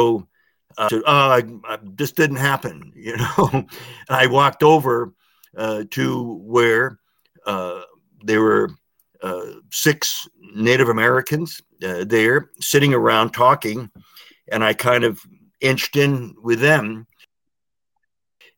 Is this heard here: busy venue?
no